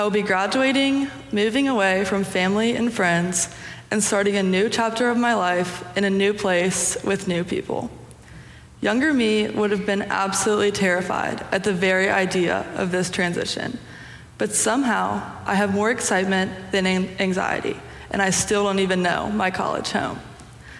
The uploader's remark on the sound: Preached on Youth Sunday (February 19, 2023) for our Sanctuary Worship Service.